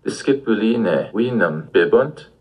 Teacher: we also add a rising intonation at the end of the sentence